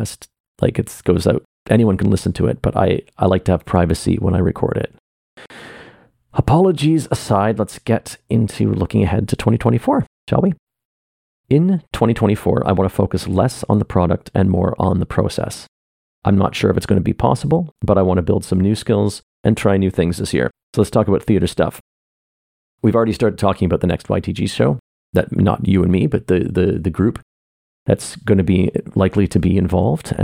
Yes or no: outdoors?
no